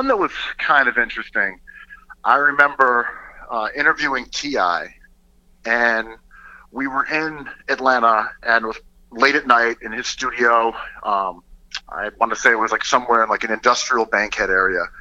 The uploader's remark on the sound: We make calls from our Upper West Side apartment to Los Angeles. Then we phone down to Houston.